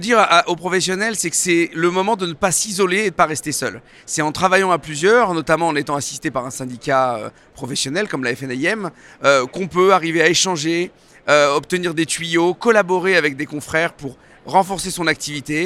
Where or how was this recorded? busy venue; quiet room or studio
busy venue